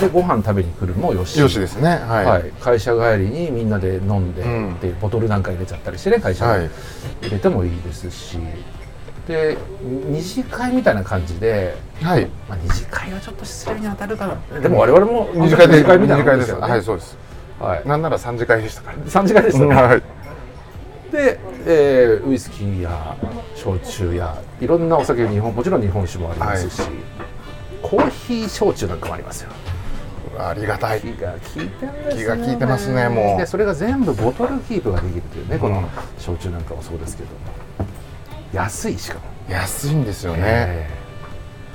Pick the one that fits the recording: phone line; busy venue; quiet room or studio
busy venue